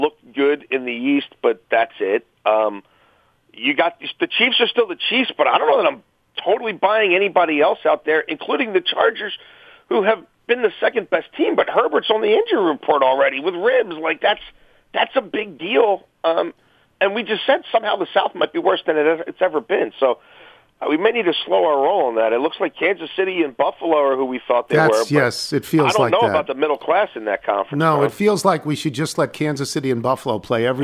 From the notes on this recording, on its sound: Calls in to go around the NFL. Phone in with their weekend picks.